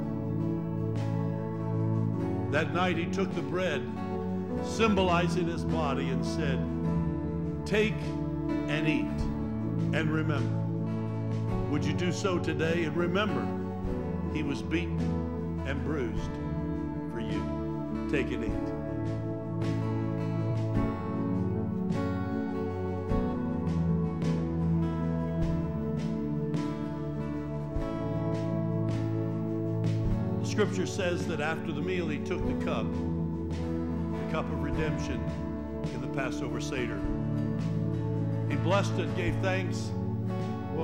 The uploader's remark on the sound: Trinity Church Live